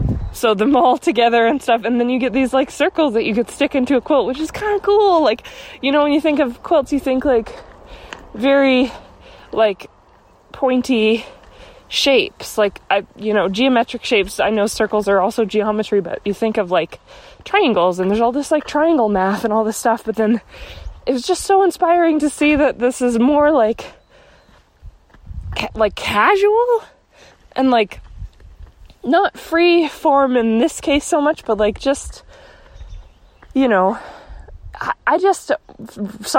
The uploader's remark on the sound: Another walking episode!